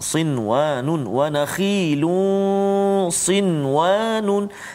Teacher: Nun mati bertemu dengan waw juga tak boleh dengung kat situ sebab dia berjumpa dalam satu kalimah · Term: izhar mutlak